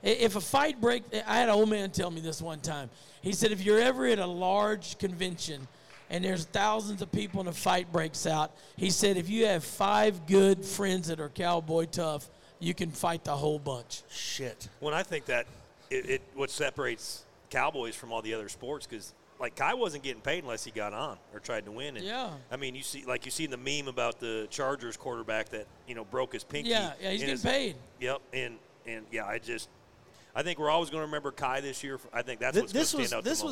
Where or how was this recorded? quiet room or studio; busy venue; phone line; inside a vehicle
busy venue